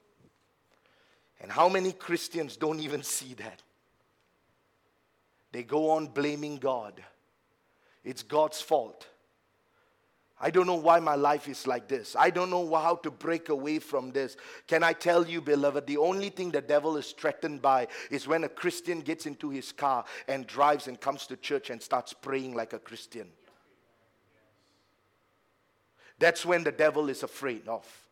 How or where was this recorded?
large echoing room